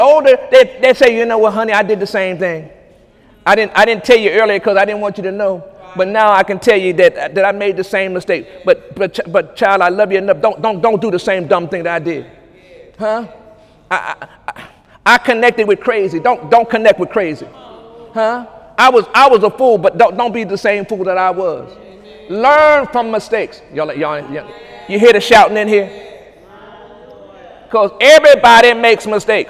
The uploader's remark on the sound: During Sunday morning service